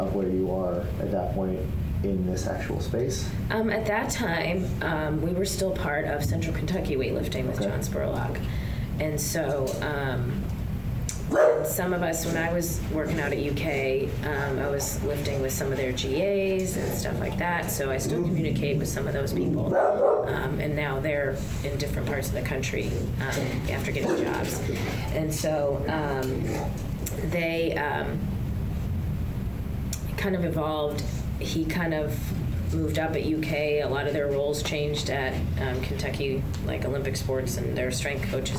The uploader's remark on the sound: Welcomed us into Big Blue Strength this week for the Everyday Athlete podcast. We had some serious audio trouble, had to scrap the recorded audio and use the camera audio only.